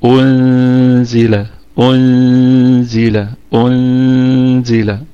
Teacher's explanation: نضم الهمزة ثم نبسط الشفتين على النون الساكنة حال الإخفاء فتصير أنزل أنزل أنزل.